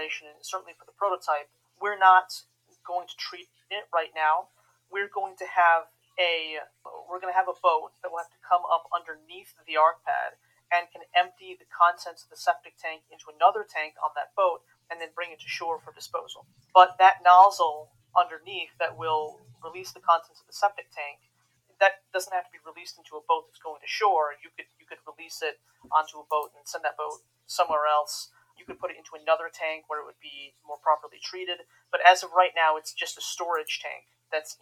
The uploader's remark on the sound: This year, we moved those events to the TSI Discord Server and are recording them for this podcast. The audio quality of these first two episodes is a little rough.